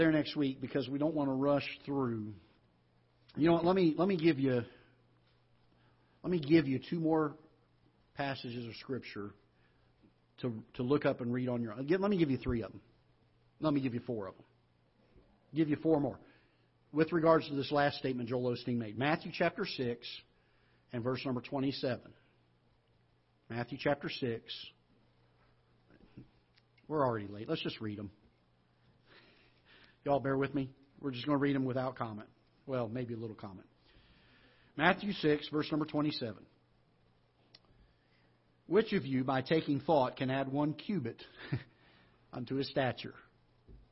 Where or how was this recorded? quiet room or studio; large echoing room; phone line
large echoing room